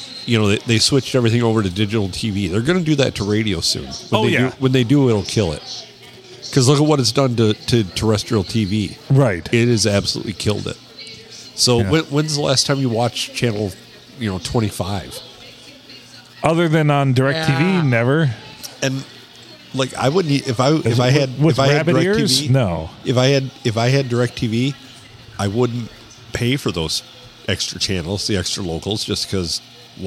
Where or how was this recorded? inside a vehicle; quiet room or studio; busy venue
busy venue